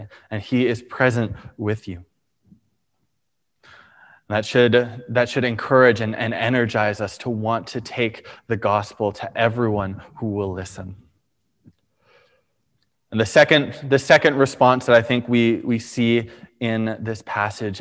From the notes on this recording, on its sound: Preached on May 23, 2021 at Liberty Grace Church